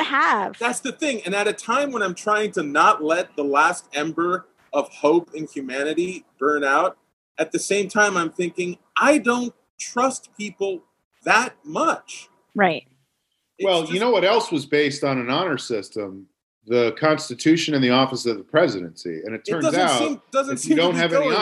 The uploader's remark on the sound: The Surprise Halloween 2020 Zoom Episode. A Long Shot Zoom recording session recorded last weekend.